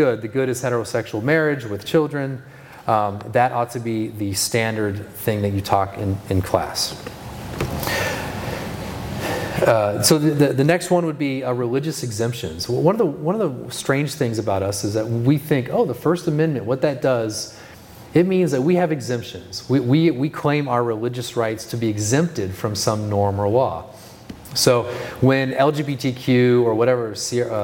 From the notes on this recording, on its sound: This is the second session from the Be Not Conformed Conference in June of 2023.